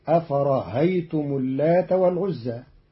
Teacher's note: قرأ قالون كلمة أفرأيتم بتسهيل الهمزة الثانية بين بين، فتصير أفرهيتم اللات والعزى في بعض لغات العرب.